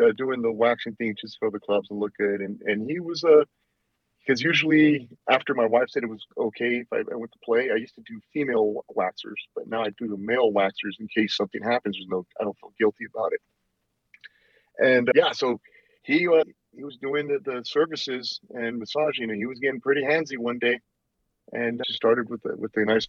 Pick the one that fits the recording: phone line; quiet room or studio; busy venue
phone line